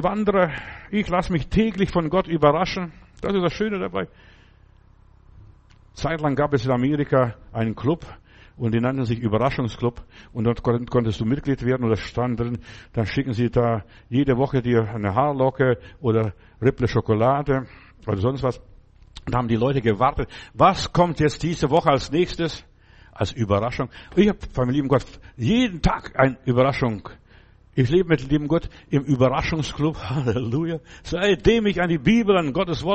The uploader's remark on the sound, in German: im Gemeinde-Zentrum in Berlin aufgenommen